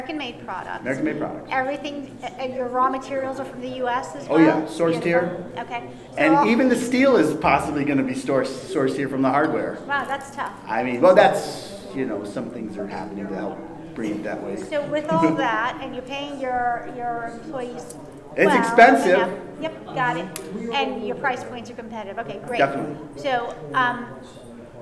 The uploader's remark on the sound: Live to Tape from the 2018 Global Pet Expo in Orlando, Florida.